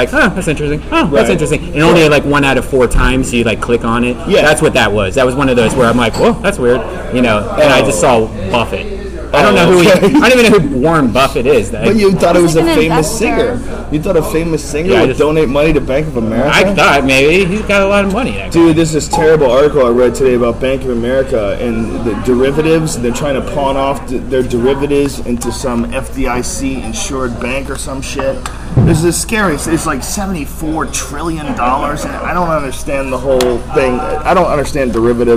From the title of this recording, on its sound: LIVE FROM THE ICEHOUSE